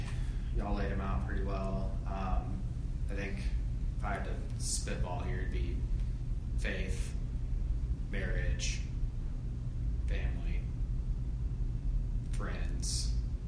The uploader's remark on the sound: Presented to the 20/30Somethings ministry